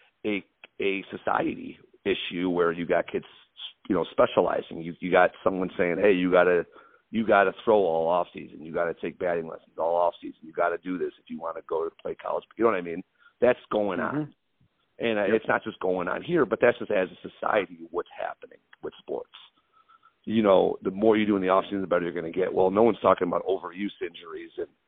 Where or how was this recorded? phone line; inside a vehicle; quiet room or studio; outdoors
phone line